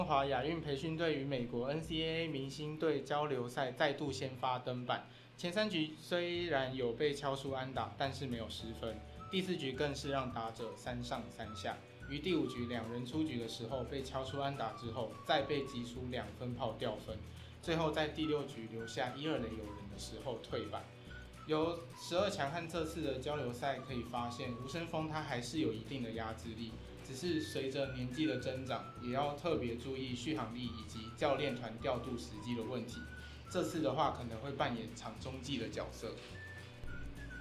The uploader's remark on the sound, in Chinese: 我們在開頭到投手部門-林昱珉的部分。因收音條件較差會出現些許環境聲響。但後續已調整到位大家可以安心收聽。